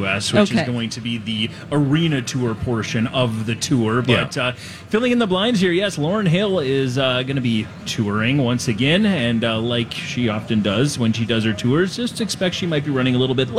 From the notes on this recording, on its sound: live from the Minnesota State Fair!